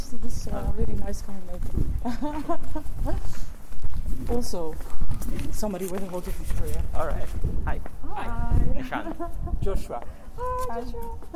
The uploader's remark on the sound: recorded in Utrecht while sketching beside the Domkerk, speaking with urban sketchers and random passersby who stopped